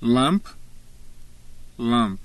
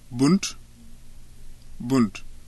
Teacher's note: Word final stops become aspirated following another consonant.